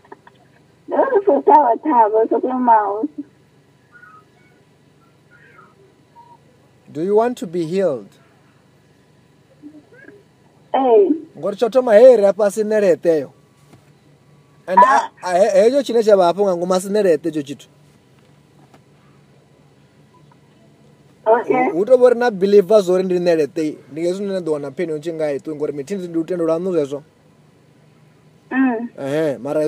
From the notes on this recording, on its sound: healing over the phone